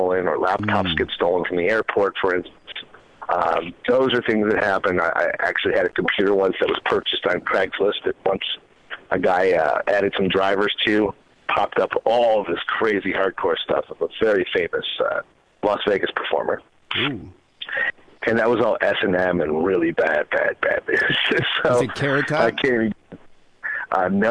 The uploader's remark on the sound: Phone calls.